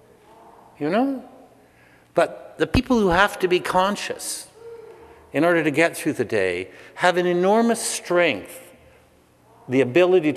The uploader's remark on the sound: Speaking at the PLAN 20th Anniversary evening at Christ’s Church Cathedral in Vancouver, November 20, 2009. I was asked to record the evening.